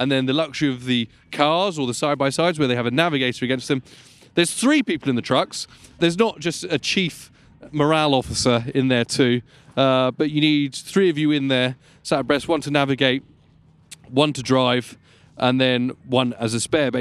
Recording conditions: outdoors